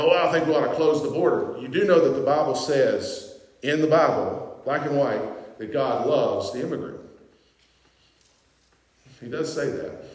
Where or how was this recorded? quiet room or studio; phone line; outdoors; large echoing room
large echoing room